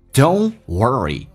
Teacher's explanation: 动词的 T 不发音，这叫略音